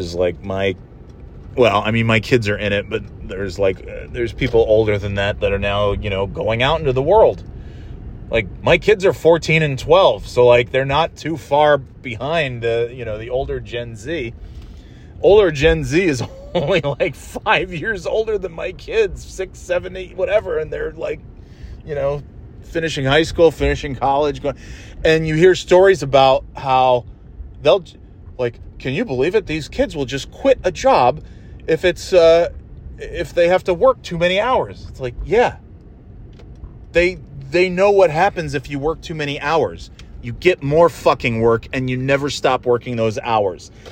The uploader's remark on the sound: Monday Night Driving Podcast. Driving home from therapy and chattin' it up about traffic and more thrilling topics.